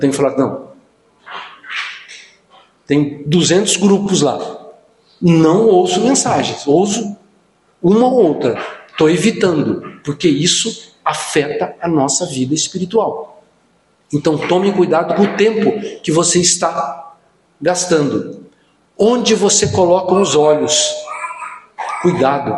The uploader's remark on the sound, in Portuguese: No culto do dia 20/08/2023.